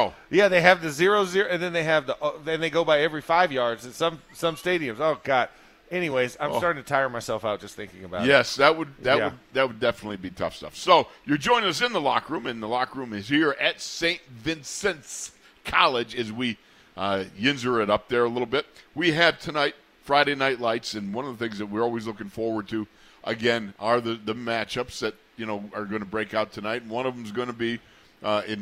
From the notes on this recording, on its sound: In the Locker Room live from Steelers Camp Day 8.